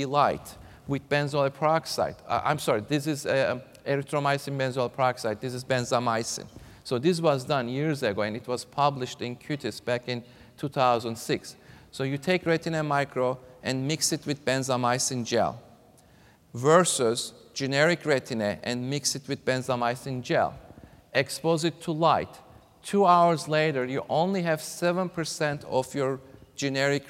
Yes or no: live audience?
yes